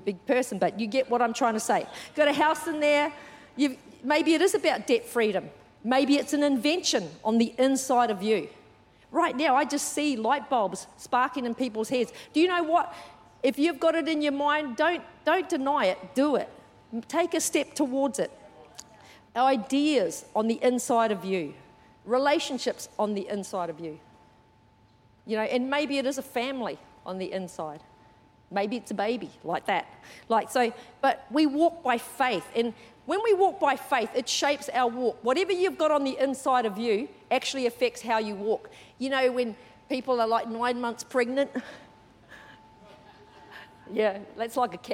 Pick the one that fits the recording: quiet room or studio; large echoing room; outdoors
large echoing room